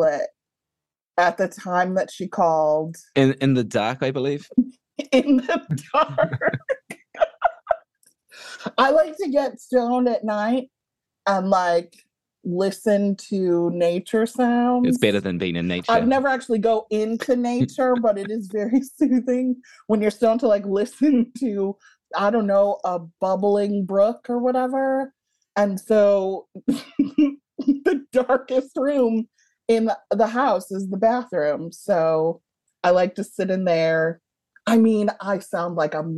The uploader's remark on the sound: So, Zoom it was.